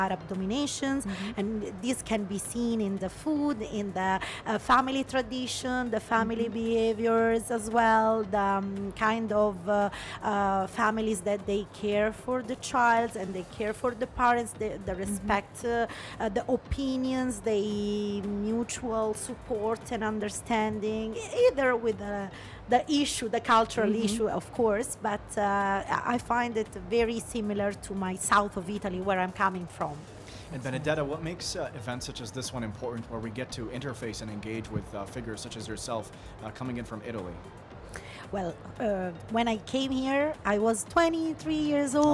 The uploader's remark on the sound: Live interview from SIBF 2022